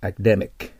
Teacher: アカデ、デのとこが強いですね。